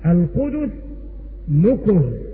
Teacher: وقرأ باقي القراء بضم الدال والكاف